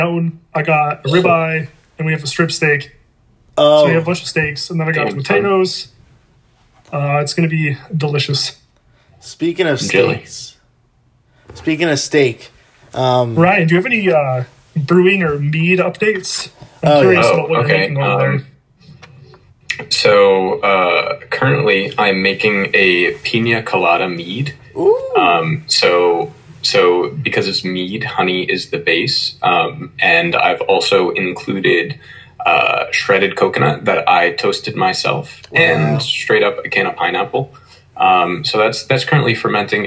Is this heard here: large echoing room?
no